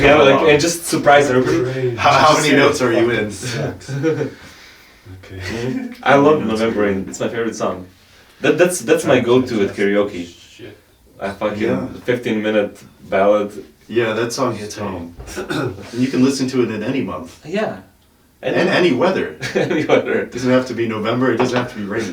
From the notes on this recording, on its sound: Very sorry about the audio.